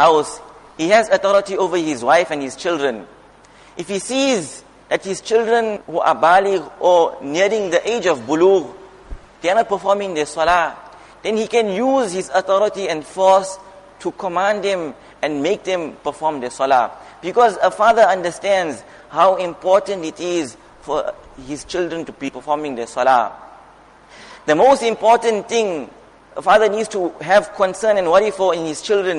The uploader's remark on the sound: Jumuah Lecture at Masjid ur Rahman